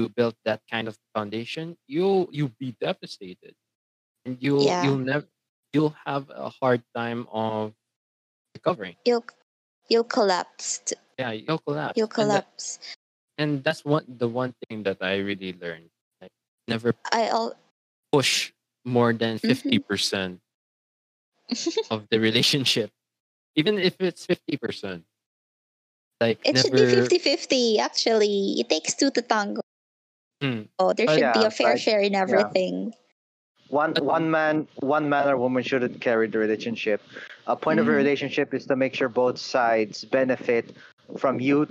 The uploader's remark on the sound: Due to fluctuating signals at the time recording of the video did affect the quality of the voices, apologies I could not fix it at post.